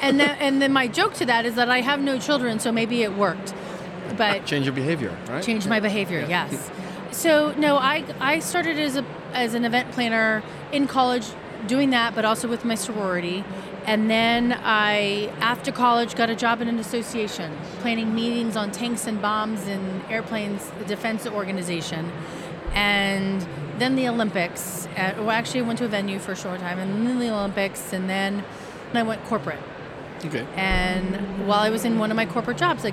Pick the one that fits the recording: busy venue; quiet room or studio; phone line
busy venue